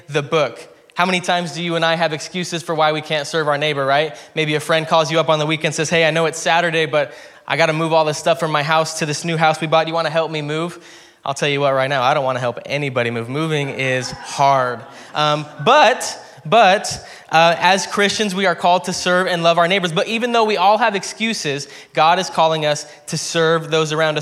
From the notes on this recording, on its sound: preached at Hermiston Assembly